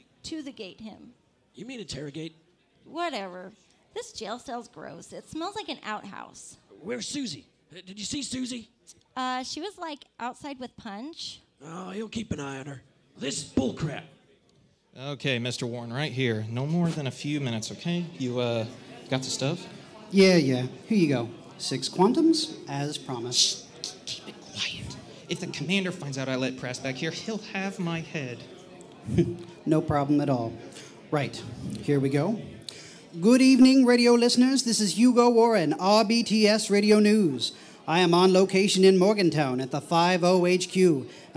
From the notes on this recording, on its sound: (As presented at Bethesda Game Days). The show that we performed live at Bethesda Game Days in Boston on stage.